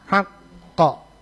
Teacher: Kalau mau berhenti kan pasti kolkolanya pasti tebal, haqqa kan gitu, tapi hanya jangan sampai terbaca tafkhim, jangan ditafkhim, tetap dia ditarkik.